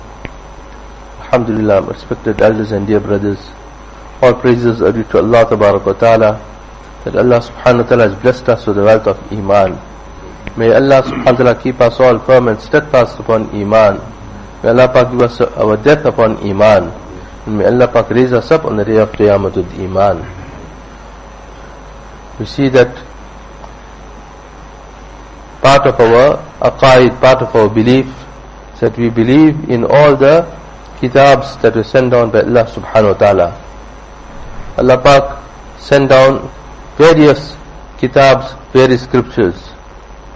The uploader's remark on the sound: Jumuah Lecture at Musalla Musab bin Umayr.